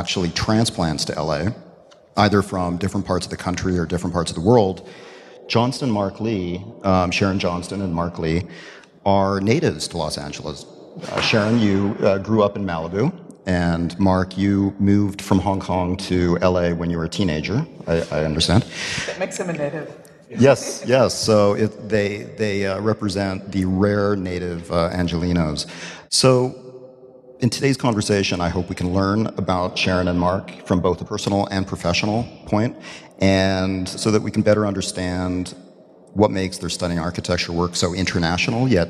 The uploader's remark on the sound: In front of a live audience at this year's LA Design Festival.